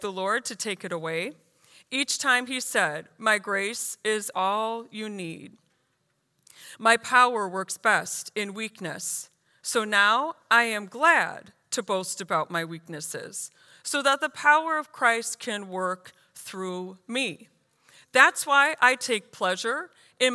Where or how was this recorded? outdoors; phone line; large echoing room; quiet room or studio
large echoing room